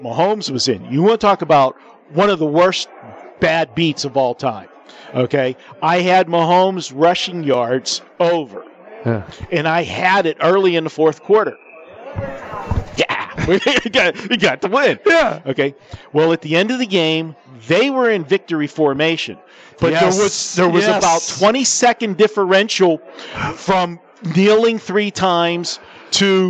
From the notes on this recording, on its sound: Live from the Superbook - Super Bowl Festivities.